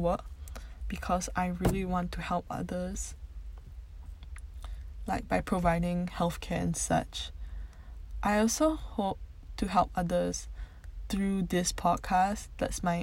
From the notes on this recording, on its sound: i’m so sorry about all the background noise and sound quality, my phone mic was being a little iffy